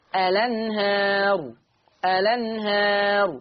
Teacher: اللام وراء همزة، يبقى أحرك مين؟ هحرك اللام بحركة الهمزة، فتصير لام مفتوحة لأن الهمزة مفتوحة، فتصير الأنهار، الأنهار. · Term: النقل